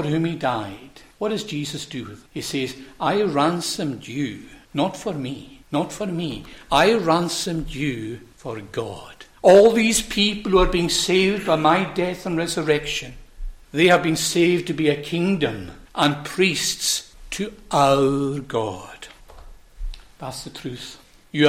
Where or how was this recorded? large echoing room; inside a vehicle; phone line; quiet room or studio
large echoing room